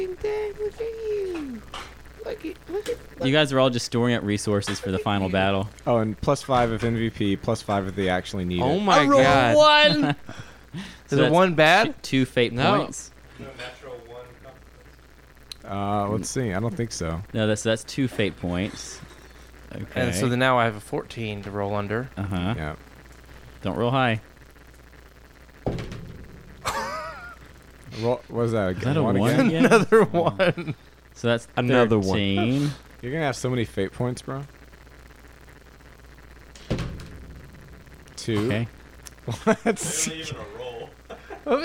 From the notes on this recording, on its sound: Apologies for the weird background noise—will fix that for next time.